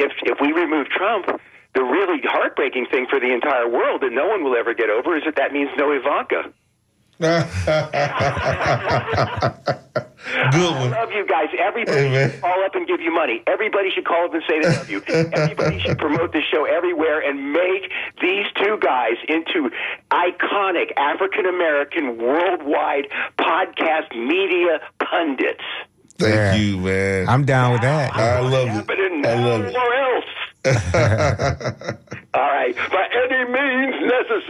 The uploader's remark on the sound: unique magazine format call-in show